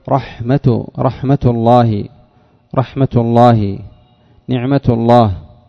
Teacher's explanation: عند الوصل تقرأها وتنطقها تاء